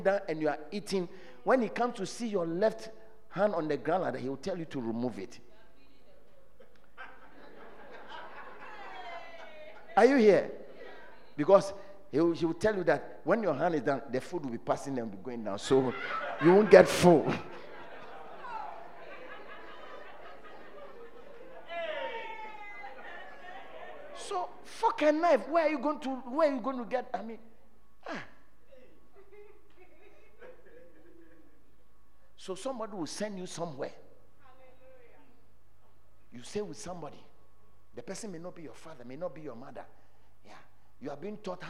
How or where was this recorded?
large echoing room